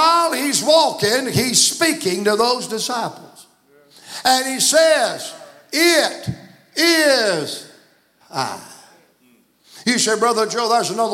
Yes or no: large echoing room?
yes